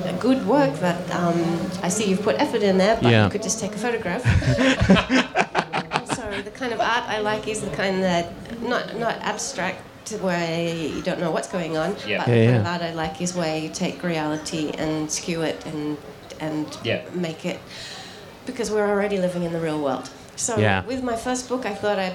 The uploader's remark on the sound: Somerset Celebration of Literature 2018. This podcast was recorded live at the Brunswick Street Bookstore.